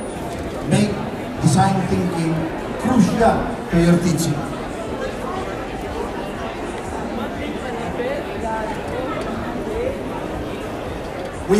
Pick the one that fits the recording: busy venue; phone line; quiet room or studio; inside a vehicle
busy venue